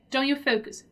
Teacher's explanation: I don't pronounce the T when I say the word don't